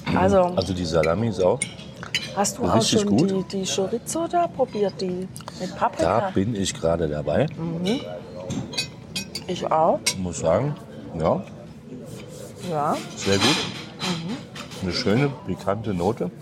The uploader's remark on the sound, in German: Der Parador in Tordesillas. Das Restaurant beschreiben wir live zwischen Churros und Manchego.